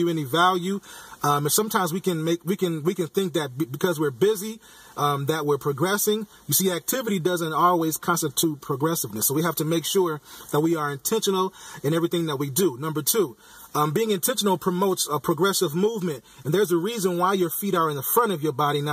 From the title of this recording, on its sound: Podcasting from my car